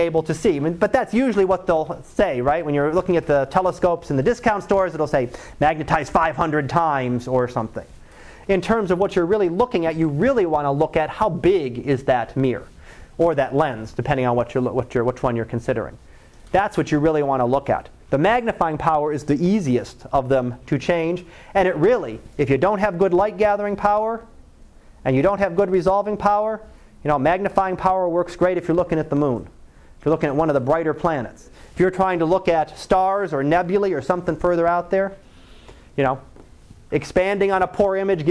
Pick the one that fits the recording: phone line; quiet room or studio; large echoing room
large echoing room